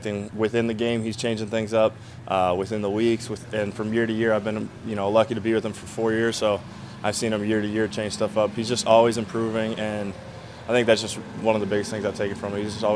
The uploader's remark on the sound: Press Conference